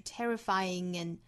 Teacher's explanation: terrifying,尾部是后鼻音，再跟后面的 and 做连读，就是 terrifying and n 有一个 ng 这样的一个音出来哈，当然后面是一个 stress sound,所以要连长一个 n 尾部的 d 略掉， terrifying and 后面的 · Term: 后鼻音和元音的连读